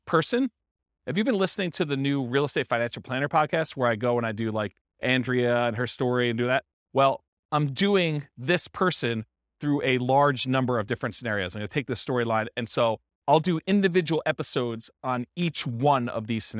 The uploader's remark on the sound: This was a live class recorded